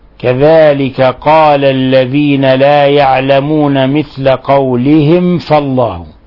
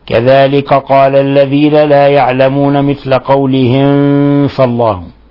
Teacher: كذلك قال الذين لا يعلمون مثل قولهم، قولهم فالله، ميم ساكنة جاء بعدها حرف الفاء، الحكم التجويدي إظهار شفوي، إظهار شفوي، بل هو من أشد حالات الإظهار، لأن الفاء قريبة في المخرج من الميم · Shown in: first take